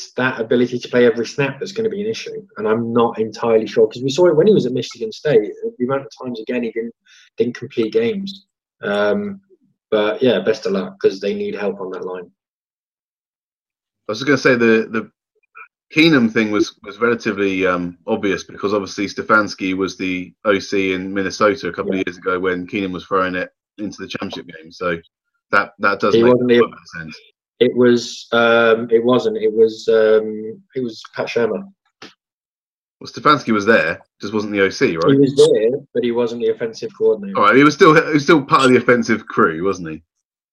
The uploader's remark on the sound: Isolation Edition. Get on a video call to record.